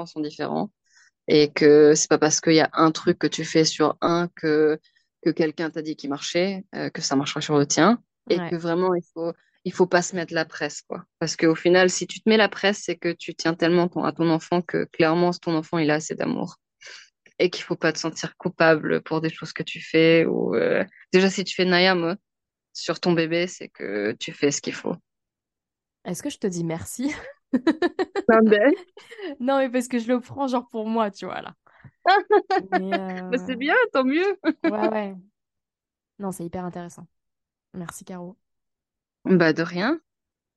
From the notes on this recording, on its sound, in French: Cet épisode a été enregistré en distanciel